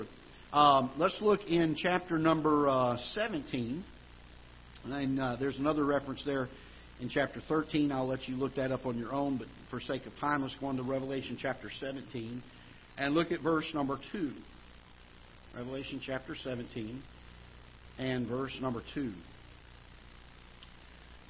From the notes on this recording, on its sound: Ketha Heights Baptist Church ~ Live Broadcast.